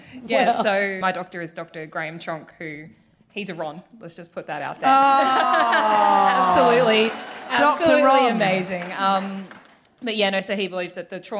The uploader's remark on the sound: Recorded 8 February 2020 at the Powerhouse Theatre in Brisbane.